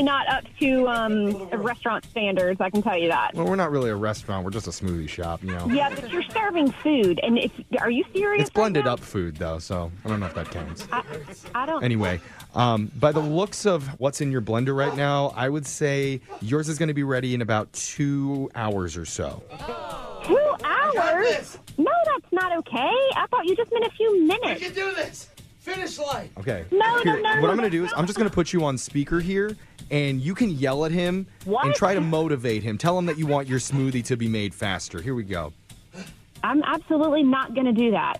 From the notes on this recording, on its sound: we’re calling her from the shop